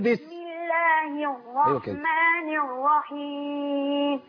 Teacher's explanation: ما تمطش في حركه الباء، الكسره بتاعت الباء